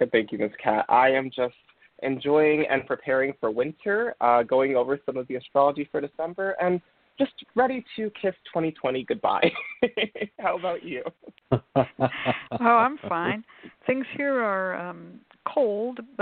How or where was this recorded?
phone line